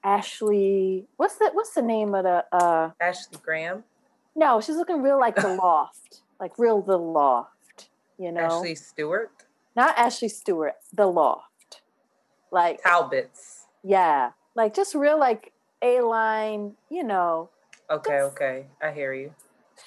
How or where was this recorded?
video call